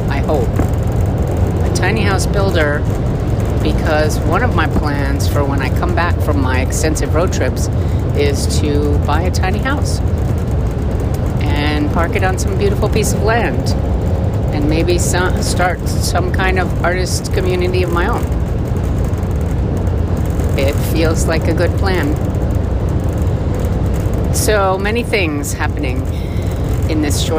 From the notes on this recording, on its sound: Podcasting in my Van. You'll hear the rough road going by underneath, but hey, it's like you're riding along.